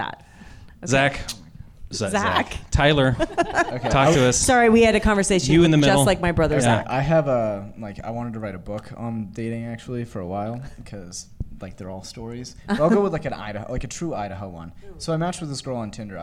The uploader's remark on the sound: LIVE at Treefort! In this live panel discussion. Add in a fantastic live audience at Treefort Music Fest and it’s a great time.